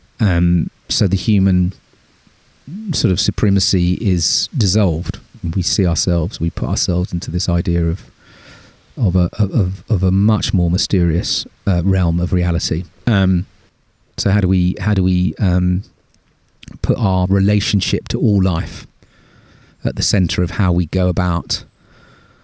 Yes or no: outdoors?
yes